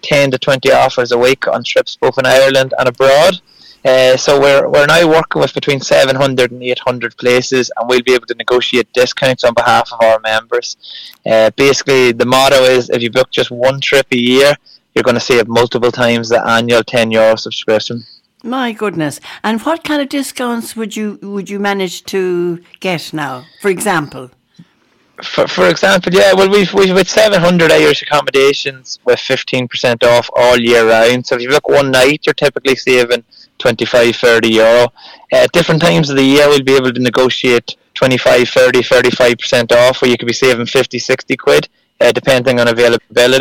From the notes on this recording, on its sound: Are joined on the phone. Who is currently on tour with a group in Clonakilty. Live from the SBCR studio.